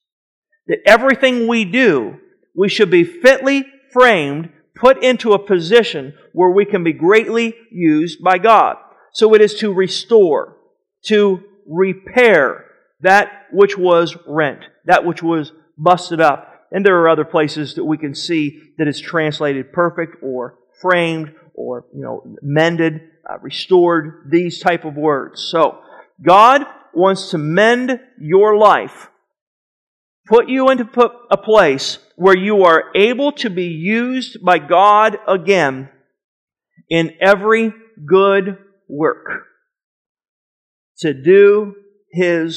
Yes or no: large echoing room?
yes